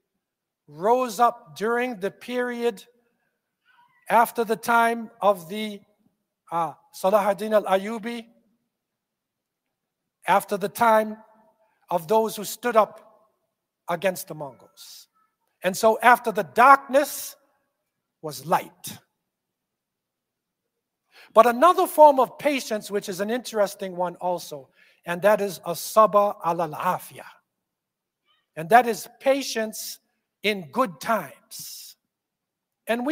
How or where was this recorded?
large echoing room